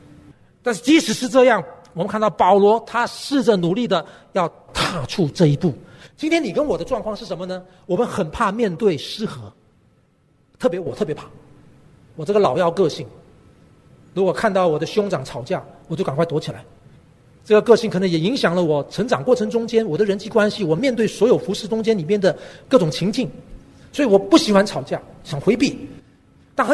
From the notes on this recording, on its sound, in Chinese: 本节目是由台北信友堂提供的主日崇拜现场实况录音，由良友电台剪接制作。